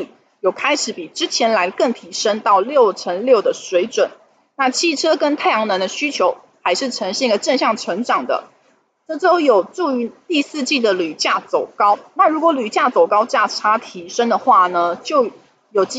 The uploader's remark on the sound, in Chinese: 本集有些許雜音，已亟力避免，如有察覺請多多包涵。